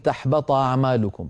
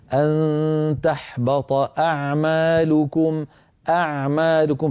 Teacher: الهمزة حرف شديد مجهور يعني فيه انحباس للصوت · Shown in: second take · فقد الإنسان يحاول بالفطرة أن يتخلص من هذه الشدة وهذا الجهر.